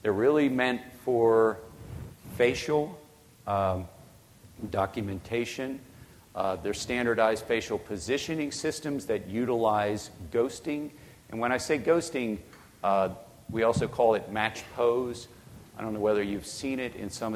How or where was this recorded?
large echoing room